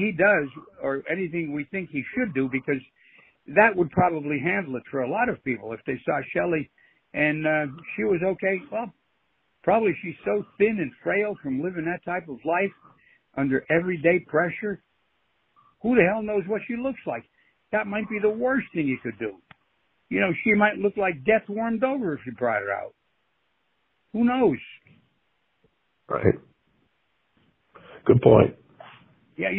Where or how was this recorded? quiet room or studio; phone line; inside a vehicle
phone line